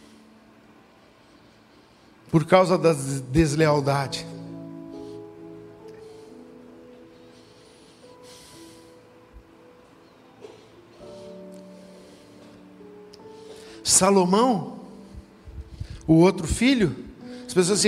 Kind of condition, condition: setting, large echoing room